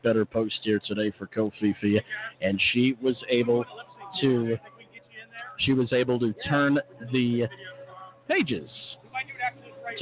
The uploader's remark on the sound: Live from Shenandoah Downs! Elkton, MD. Calling the action from the historic facility.